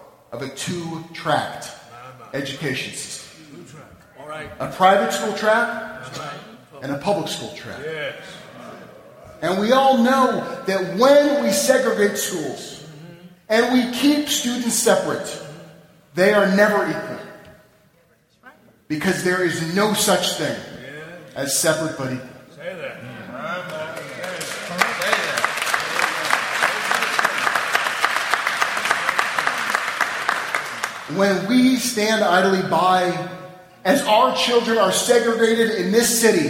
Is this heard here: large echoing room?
yes